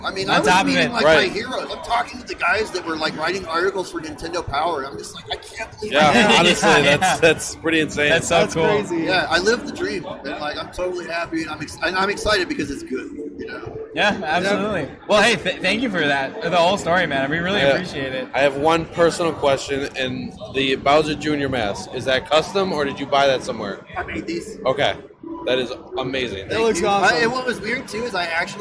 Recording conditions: busy venue